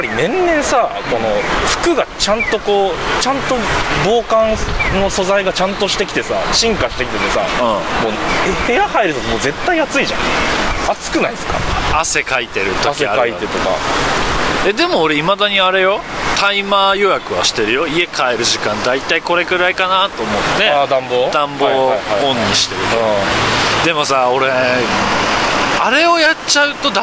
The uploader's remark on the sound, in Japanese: 外を歩きながらあったかトーク。